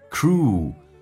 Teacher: Cruel,嘴巴凸出来收圆，长元音 oo